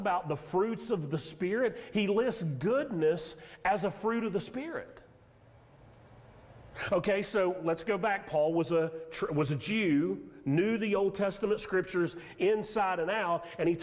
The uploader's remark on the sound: Sermon audio from Mission Church in Locust, NC.